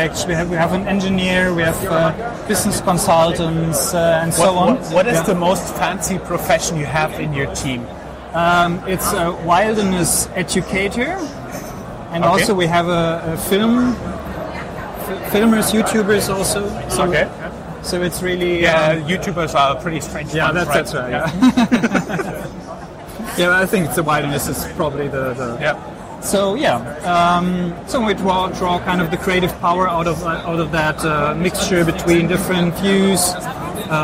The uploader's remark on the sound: The video interview was recorded at SAP next-gen stage at Entrepreneur University in Wiesbaden, Germany. Thank you to SAP Next-Gen for providing us space at their booth for the interviews.